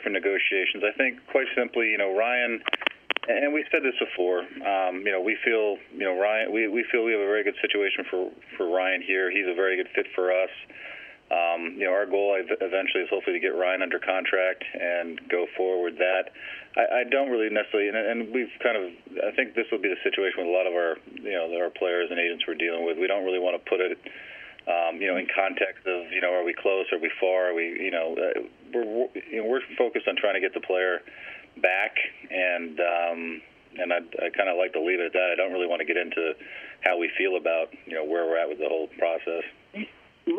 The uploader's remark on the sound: Jets GM Addressed Reporters During a Friday Conference Call